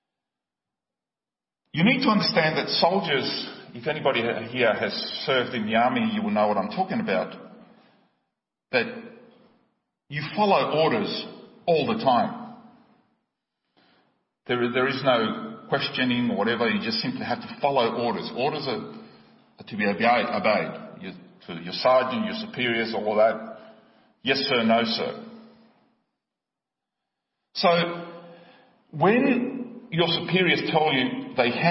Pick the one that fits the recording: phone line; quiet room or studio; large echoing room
large echoing room